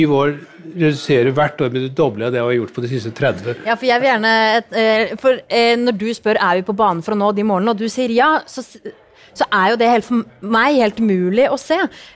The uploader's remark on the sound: Klimaoptimistene live fra Zerokonferansen 2022